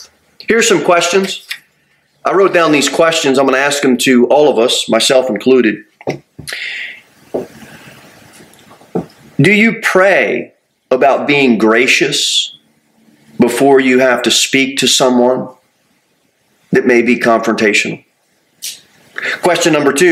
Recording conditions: large echoing room